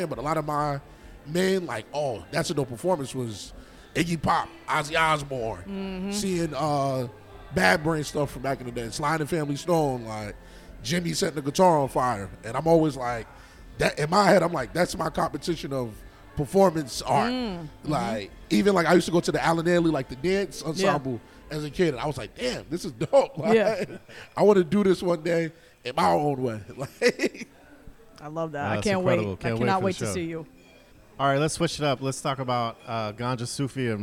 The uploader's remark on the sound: in-person at Triple Bottom Brewing Company